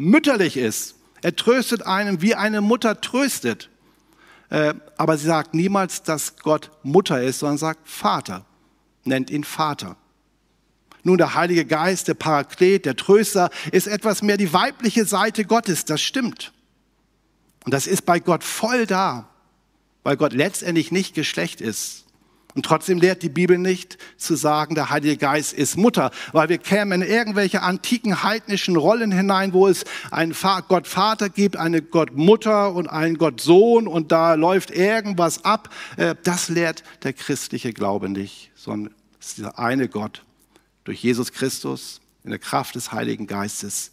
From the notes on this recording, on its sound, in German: aus dem MBG-Gottesdienst der Missionsberg-Gemeinde (LM)